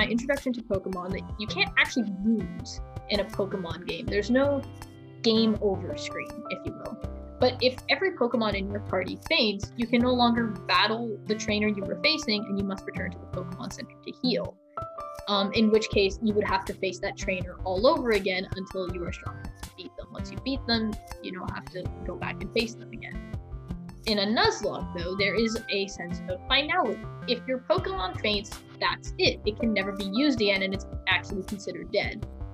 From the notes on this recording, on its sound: I also apologize for the muffled audio.